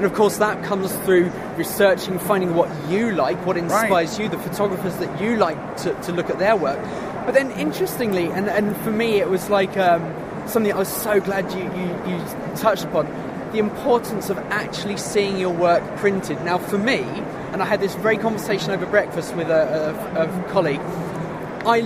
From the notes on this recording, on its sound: a couple of conversations recorded earlier in the year at the Photography Show